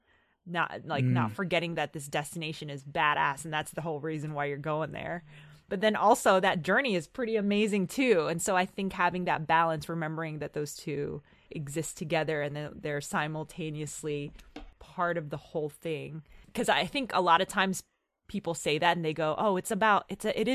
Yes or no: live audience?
no